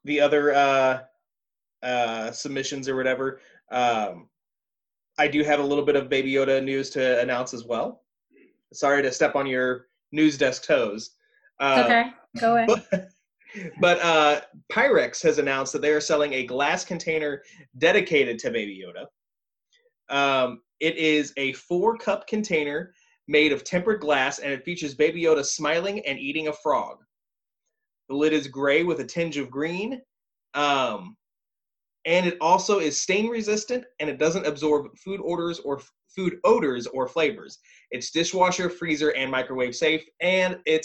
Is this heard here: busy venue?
no